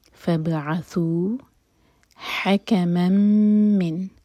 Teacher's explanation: فبعثوا حکما من، ح حلق سے، میم کی تنوین کے بعد ہے میم، تو تنوین میم میں مرج ہوگی، ملا کر پڑھیں گے اور من کا جو میم ہے اس کو ہولڈ کریں گے